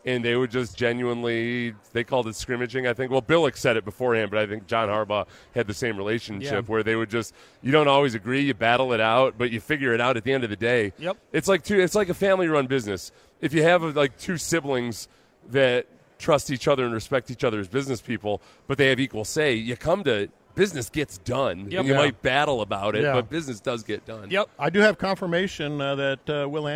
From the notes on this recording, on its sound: Live from Radio Row